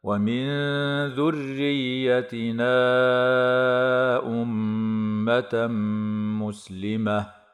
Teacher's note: أمة ميم مشددة حكمها الغنة بمقدار حركتين